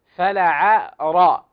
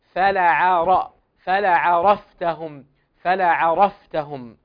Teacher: عندنا الفاء واللام هنا مرققتان، يليهما حرف مفخم، فنرقق المرقق ونفخم المفخم